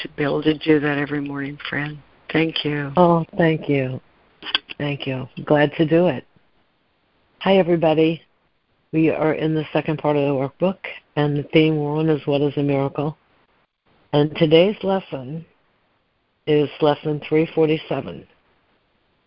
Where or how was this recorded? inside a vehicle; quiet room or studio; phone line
phone line